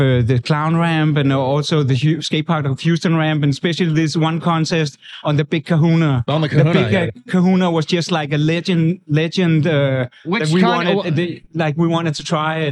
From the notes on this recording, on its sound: This recording took place at the Banger in the Hangar Contest in Houston, Texas in November 2023. We set up an impromptu "studio" in the shipping container on the side of the vert ramp.